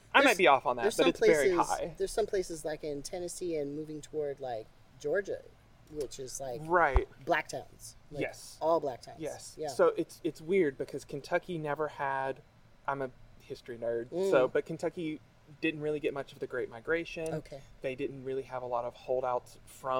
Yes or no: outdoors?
yes